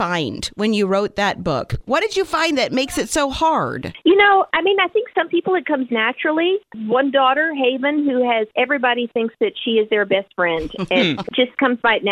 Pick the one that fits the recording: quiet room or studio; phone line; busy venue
phone line